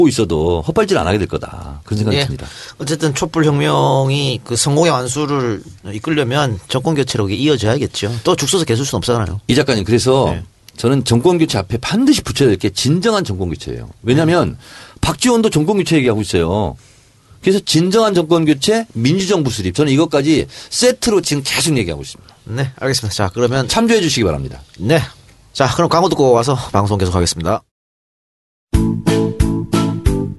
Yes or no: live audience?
no